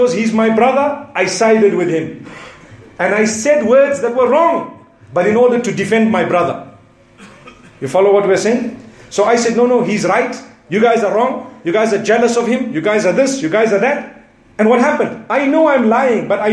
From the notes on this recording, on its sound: Jumu&#8217;ah Lecture from Bosmont Masjid